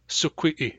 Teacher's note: Notice that the lambda of suquit drops, and we insert a glottal stop.